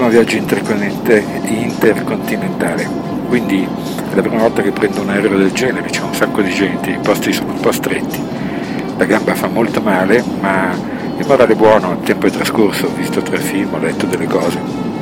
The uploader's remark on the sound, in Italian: In volo. verso Chicago. Trasmissione registrata intorno alla mezzanotte ora italiana durante il volo Monaco - Chicago.